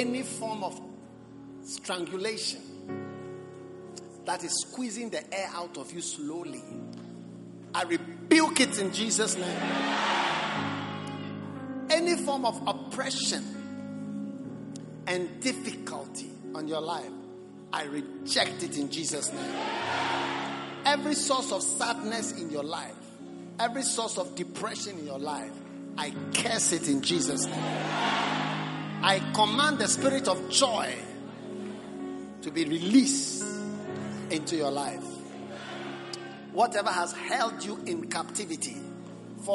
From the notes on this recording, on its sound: Preached at the Prophetic Encounter Service.